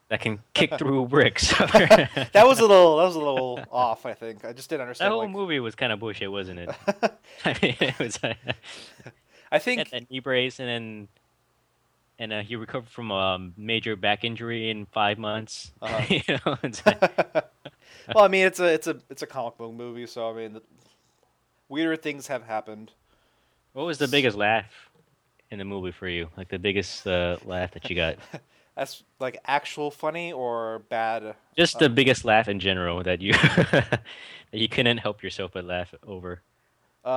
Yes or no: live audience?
no